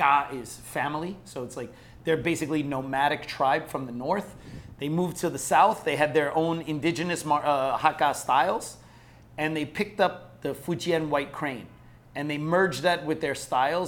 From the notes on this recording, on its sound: DEAD Studio Audience. Live studio audience.